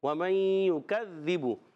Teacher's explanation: غنے کے ساتھ ادغام کریں گے ایک کا غنہ کریں گے ومن یکذب یا پر پیش ہے